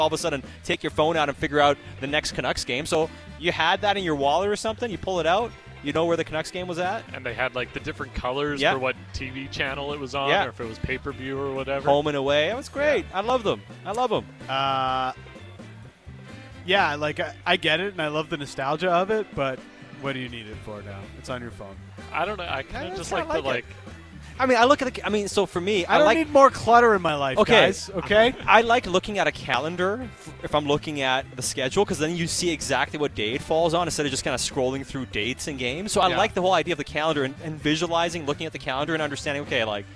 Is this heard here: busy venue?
yes